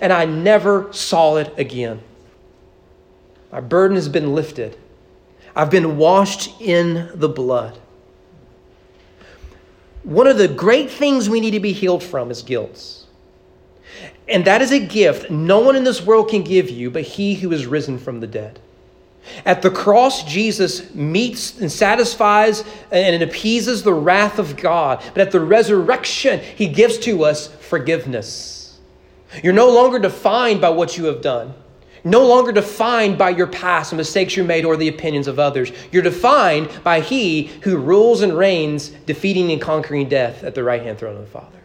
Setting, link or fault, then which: setting, large echoing room